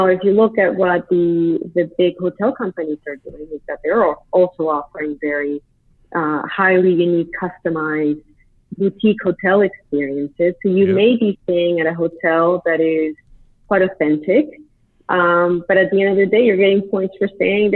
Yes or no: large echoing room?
no